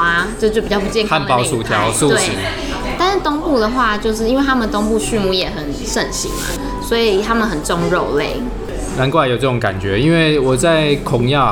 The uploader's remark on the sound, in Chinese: 本集白噪音指數：蚊風級 1/5。錄音地點： 三亞米 Sunyummy，土語系學妹開的店。